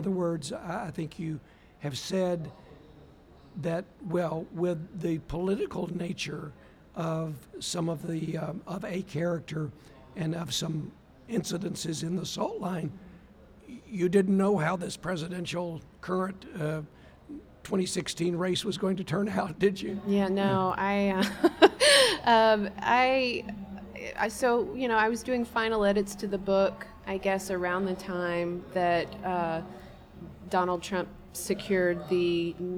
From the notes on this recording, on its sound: Recording at the 36th Annual Kentucky Book Fair